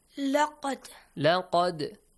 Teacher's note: You have an echoing sound with that لقد